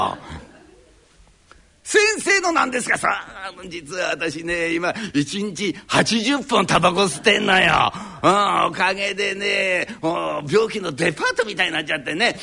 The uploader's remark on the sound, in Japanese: 築地本願寺・ブディストホールにて収録した。